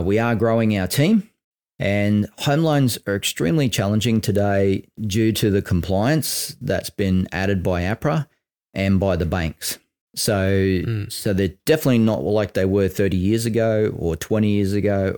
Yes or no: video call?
no